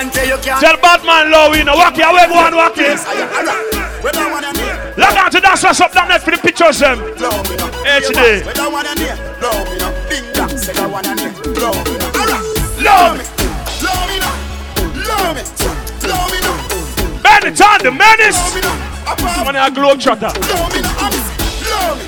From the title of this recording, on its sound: LIVE AT SEAFOOD TUES NYC 3.8.16